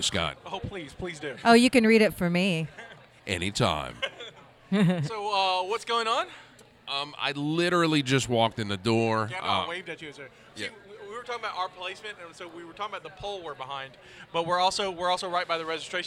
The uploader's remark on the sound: The Weekly Mopcast Mobicon 2018 Special Part 1. Are at Mobicon and decided to start recording at the table.